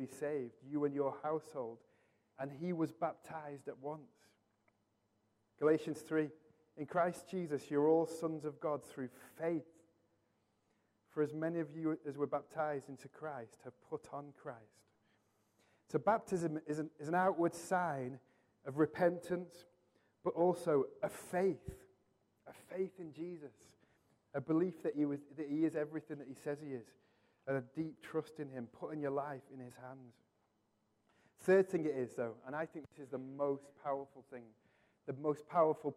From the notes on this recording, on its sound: Recorded from our Sunday morning service 12-03-23